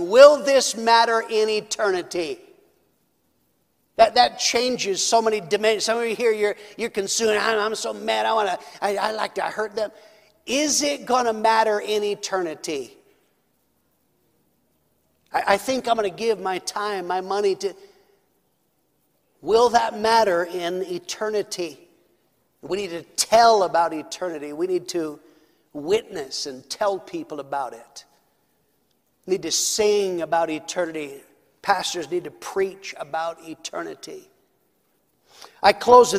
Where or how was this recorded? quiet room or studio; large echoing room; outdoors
large echoing room